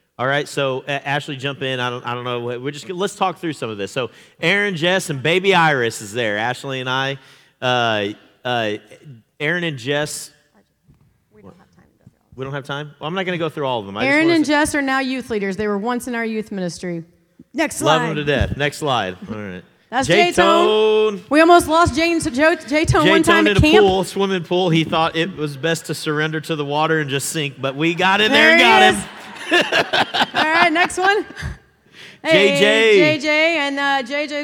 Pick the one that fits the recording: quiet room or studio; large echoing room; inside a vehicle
large echoing room